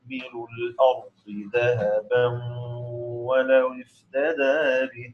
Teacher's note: تميز فيها بنقل ضمة الهمزة إلى اللام قبلها وحذف الهمزة، ابن وردان فقط.